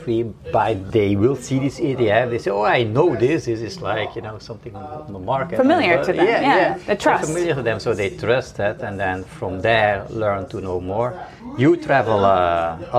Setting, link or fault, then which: setting, busy venue